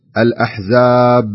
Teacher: بعض الناس يبالغ في القلقلة فتجده يقول الأحزاب فيضيف حرف، يضيف حركة زيادة